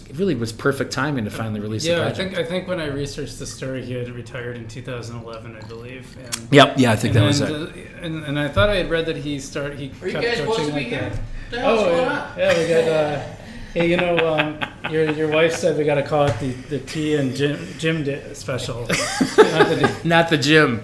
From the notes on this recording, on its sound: Live at Daly's.